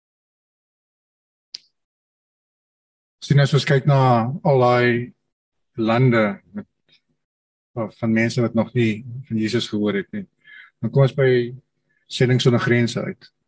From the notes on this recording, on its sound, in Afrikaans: Manne van die Woord Zoom Byeenkoms